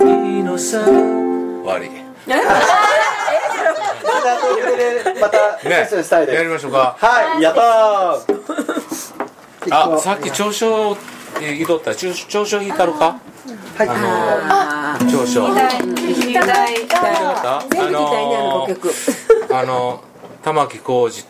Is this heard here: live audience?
yes